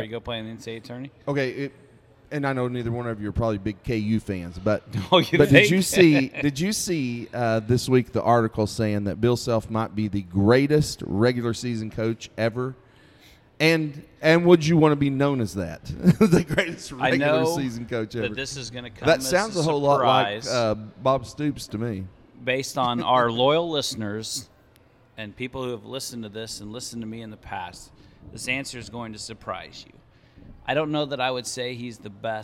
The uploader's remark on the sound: We left the studio and went on location for this episode at the Prickly Pear Grill and Cantina in Salina!